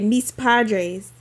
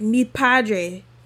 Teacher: when they're speaking in Spanish, they don't always say the S's on certain words, on a lot of words · Shown in: second take · So, if you're talking about my parents and you say mis padres, they wouldn't say mis padres and pronounce those two S's.